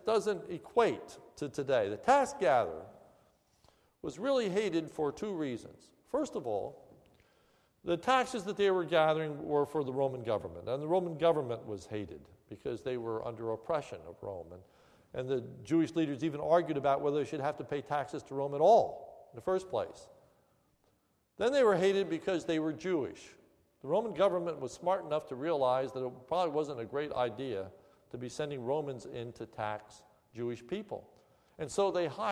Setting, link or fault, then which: setting, large echoing room